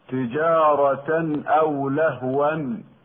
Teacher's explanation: تنوين التاء وبعده همز إظهار حلقي